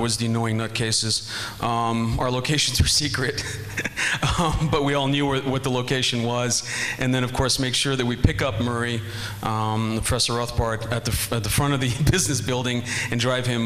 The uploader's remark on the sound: This Roundtable Discussion and Q&A session is from the 2015 meeting of the Property and Freedom Society